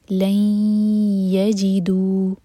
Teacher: آپ کو پتا ہے یہ یرملون میں سے لیٹر ہے یہ، تو یہ ادغام غنہ کے ساتھ ہے. تو یہاں پر دو سیکنڈس کا ٹائم دیں گے، ناک میں آواز لے جائیں گے، پھر یا کو ادا کریں گے. لین یجیدو، دو مد تبعی، دو ہر کا لمبا، اور اس کے بعد جو الف ہے اس پر ہے چھوٹا سا سرکل، یعنی کہ ہمیں اس لیٹر کو نہیں پڑھنا.